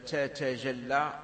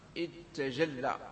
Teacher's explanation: إذن أنت عندما تدغم التاء في التاء تحتاج إلى ماذا؟ إلى همزة وصل · Shown in: second take